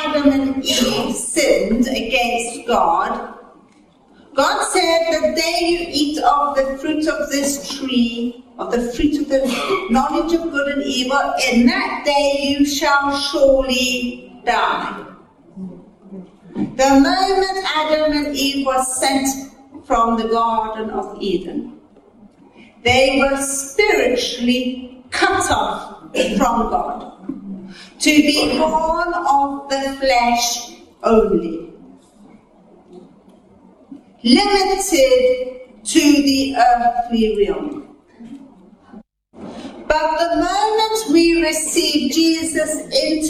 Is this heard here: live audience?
yes